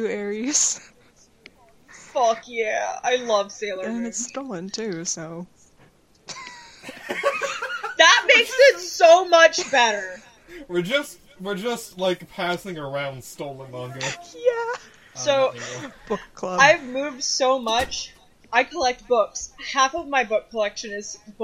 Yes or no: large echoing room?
no